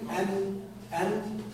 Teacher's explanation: مخرج النون من طرف اللسان